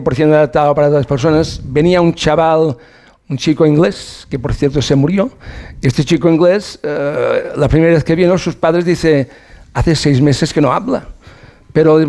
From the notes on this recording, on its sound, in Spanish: emitimos en directo desde el hotel Villa Le Blanc Gran Meliá de Menorca